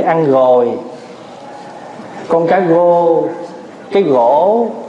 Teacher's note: ở người miền Tây á là không có nói chữ R